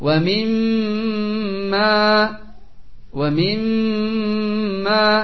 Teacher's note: ditahan ketika membaca gunnah. Minimal dua harokat.